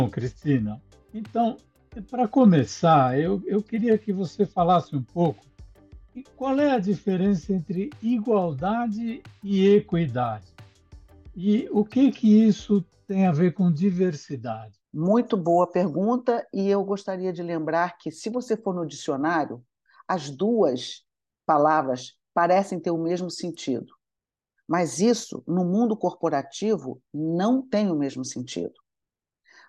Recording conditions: video call